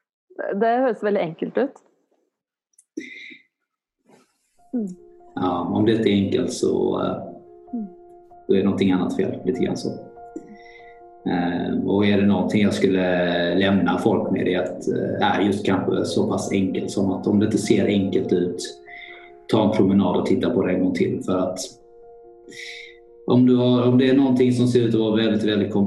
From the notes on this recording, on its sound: Her i samtale via en Skype call fra Sverige. Lyden bærer litt preg av avstanden.